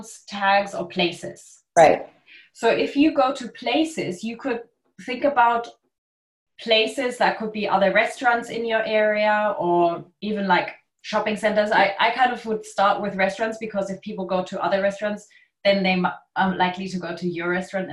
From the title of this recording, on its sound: Live Q&A Call